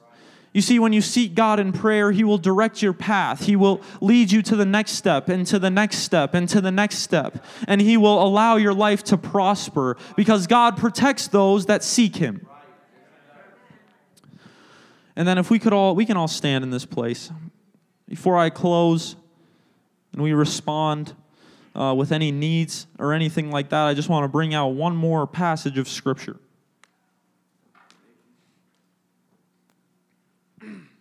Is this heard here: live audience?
yes